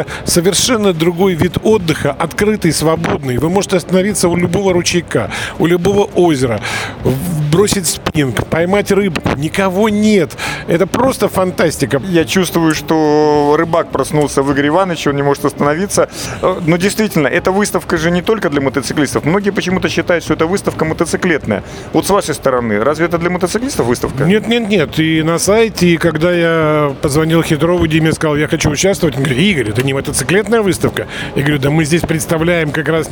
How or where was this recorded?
busy venue